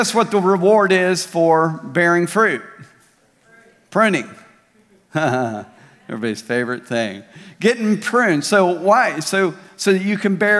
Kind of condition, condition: setting, large echoing room